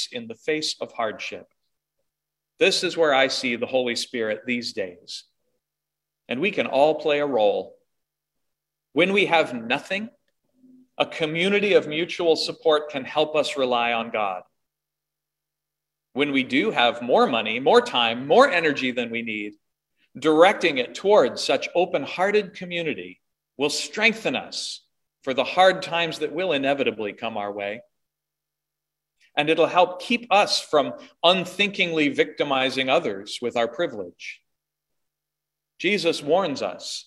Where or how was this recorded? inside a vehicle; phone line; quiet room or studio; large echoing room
large echoing room